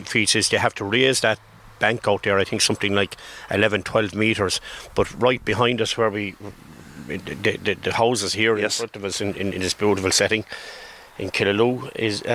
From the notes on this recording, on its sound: Called Into the outside broadcast. Originally broadcast as part of Saturday Chronicle. Broadcast live from the Killaloe Hotel and Spa.